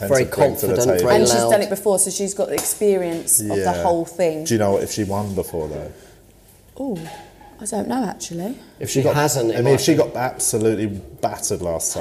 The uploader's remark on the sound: This was an episode we recorded pre-corona. We recorded it at London's Top Secret comedy.